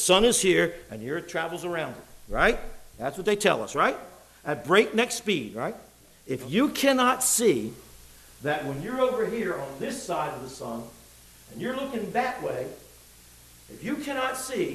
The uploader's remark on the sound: It was preached in the evening service